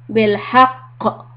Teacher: When you stop, then the qaf is getting a heavy qalqala because there's a shadda on the qaf, so you have to stop with a very big push.